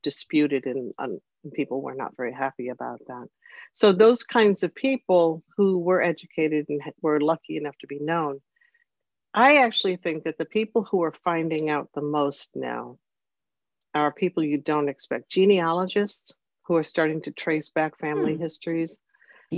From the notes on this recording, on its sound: by Zoom, for today’s Austen Connection podcast